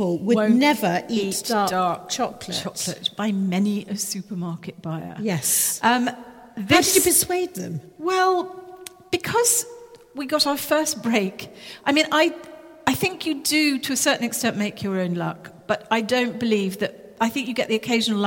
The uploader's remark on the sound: Live in Harrogate. Recorded in front of a live audience under the high vaulted ceiling of St Wilfred's in Harrogate.